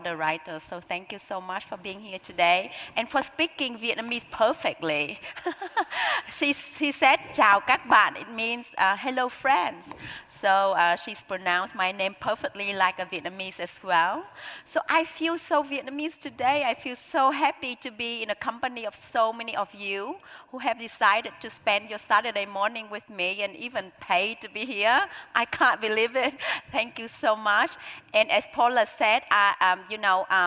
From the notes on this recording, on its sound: this highlight of the 2023 Auckland Writers Festival